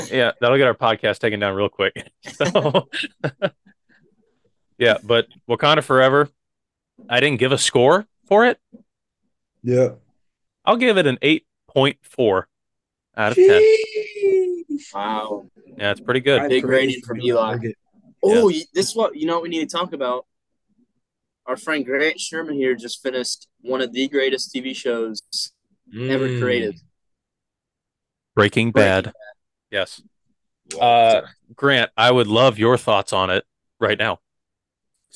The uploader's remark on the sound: This episode was made possible because of Zoom.